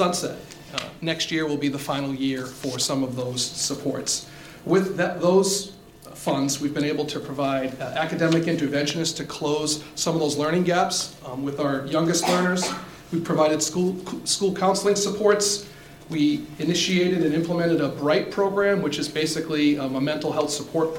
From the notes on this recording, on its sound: The meeting was conducted in a hybrid format: School Committee members, key guests, and the public were in person in the Lecture Hall at Franklin High School. Others participated virtually via the Zoom webinar set up.